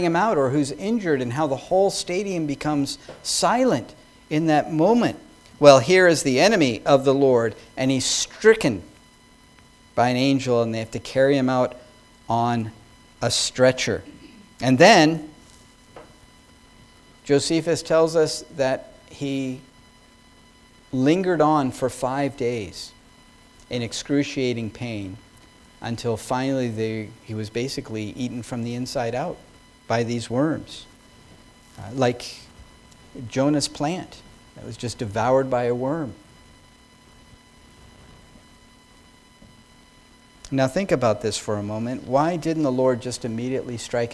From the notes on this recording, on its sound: Sermon preached at New Creation Reformed Presbyterian Church